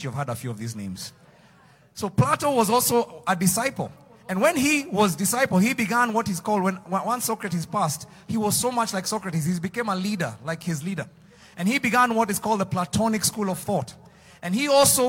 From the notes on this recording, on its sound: Preached Live at Mavuno South.